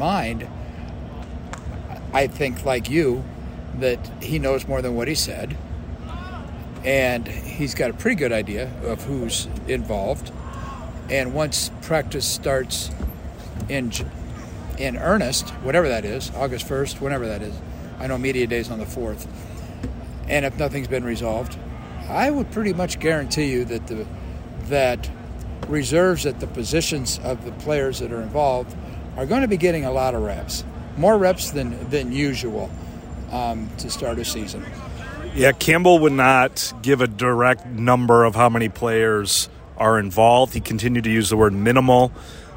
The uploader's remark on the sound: from Day 2 of Big 12 football media days at AT&T Stadium in Arlington, Texas